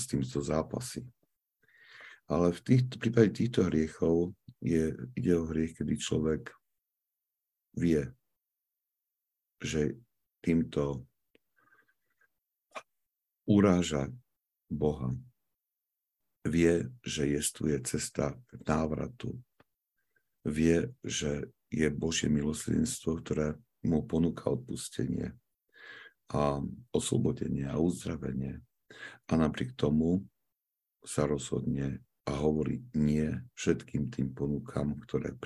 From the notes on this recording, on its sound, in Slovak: pravidelné online stretnutia prostredníctvom ZOOM